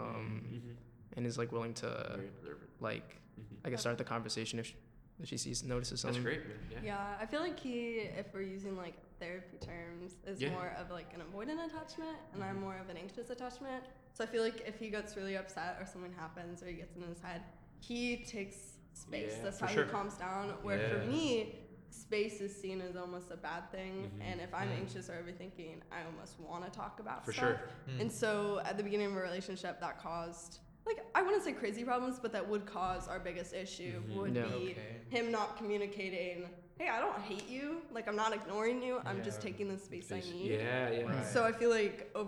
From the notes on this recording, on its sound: Please excuse the echo, we are still hopping around recording locations.